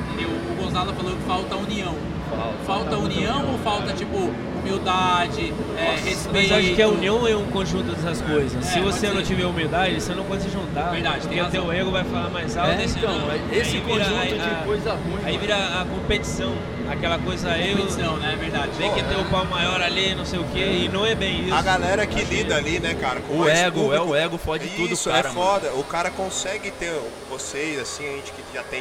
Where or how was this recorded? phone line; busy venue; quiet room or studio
busy venue